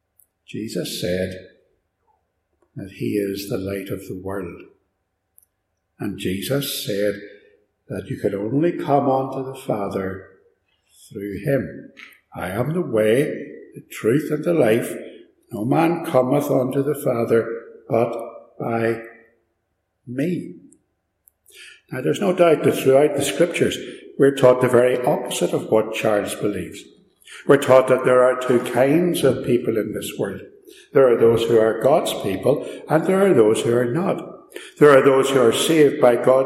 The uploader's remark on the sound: Recorded live at Ballymacashon, (sorry about the echo - it's an old building).